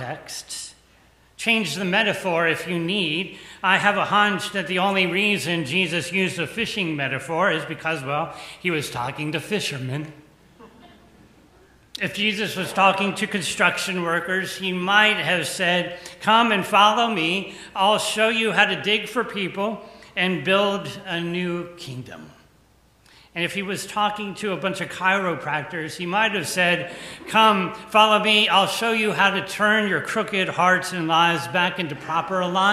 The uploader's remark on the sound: The conversation is followed by the prayers, music, and sermon from Sunday's livestream service. Recorded live each week at First Pres in beautiful historic downtown New Bern, North Carolina. First Presbyterian Church, New Bern, North Carolina.